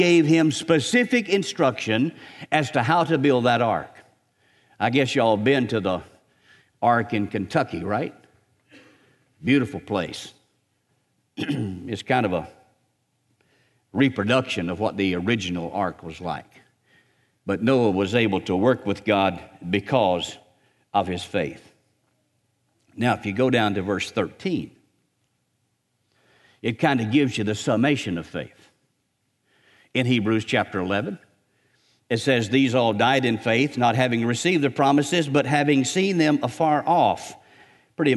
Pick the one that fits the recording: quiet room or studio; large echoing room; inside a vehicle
large echoing room